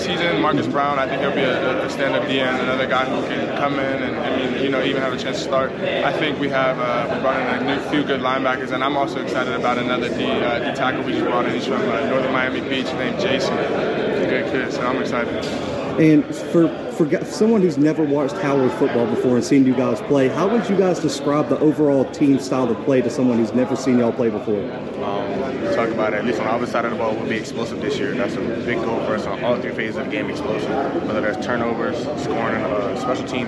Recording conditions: busy venue